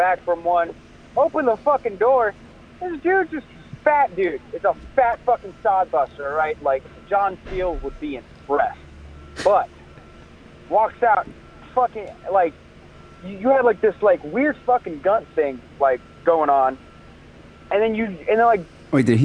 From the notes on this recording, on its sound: Phone calls.